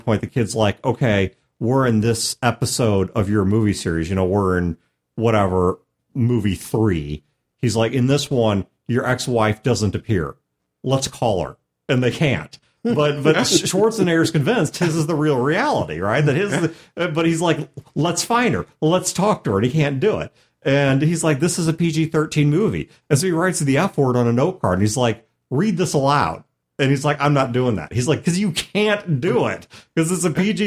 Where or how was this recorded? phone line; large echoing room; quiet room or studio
quiet room or studio